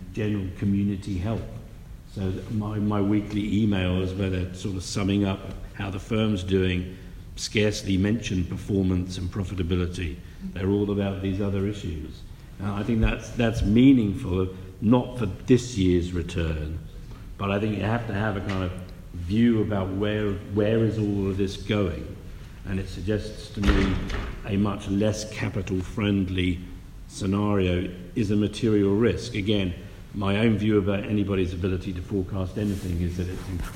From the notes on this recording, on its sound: A live conversation in Frankfurt, recorded at the inaugural Alternative Investment Congress, staged by Capinside.